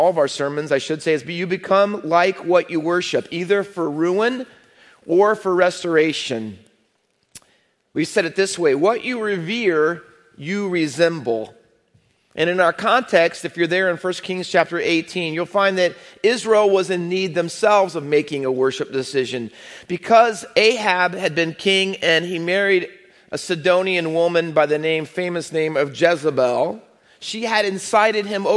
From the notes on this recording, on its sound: Faith Baptist Church in Hamilton, NJ.